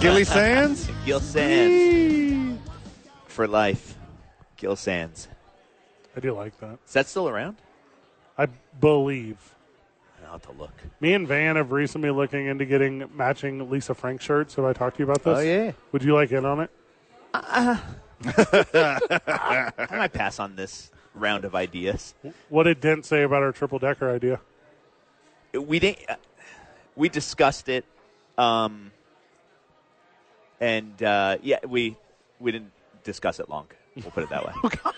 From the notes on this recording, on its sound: live from Sadies to pregame for TNF!